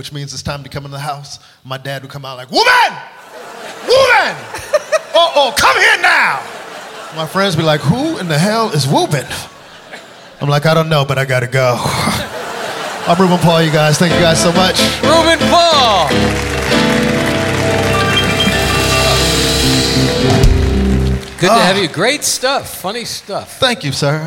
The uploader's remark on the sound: Live at the SouthPoint Casino.